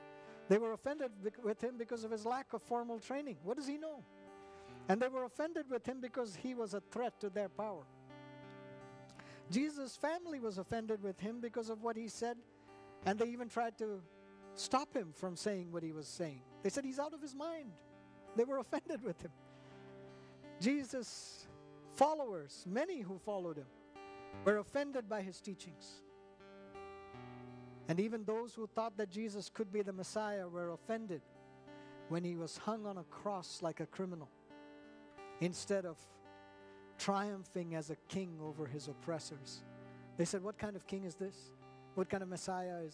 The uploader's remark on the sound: at New Life Fellowship Church, Concord, NC